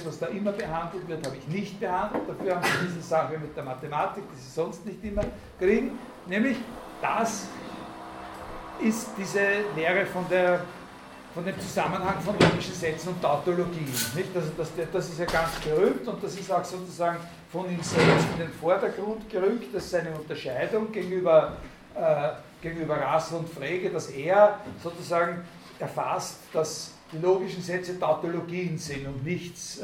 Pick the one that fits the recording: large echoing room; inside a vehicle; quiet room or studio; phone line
large echoing room